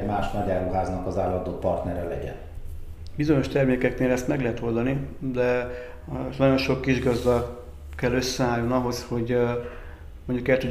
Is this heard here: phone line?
no